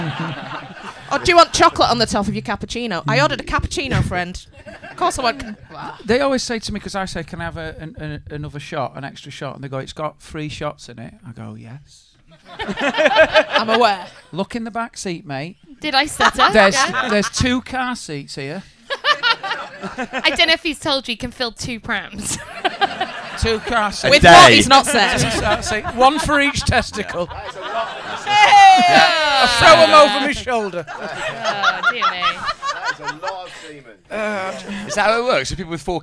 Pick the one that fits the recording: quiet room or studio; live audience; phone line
live audience